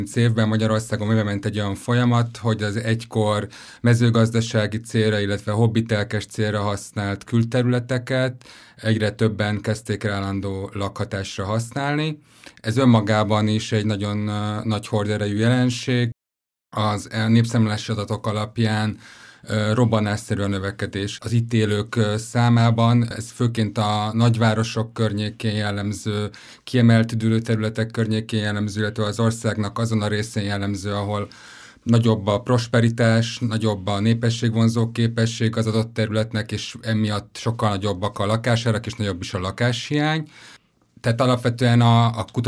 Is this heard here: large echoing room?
no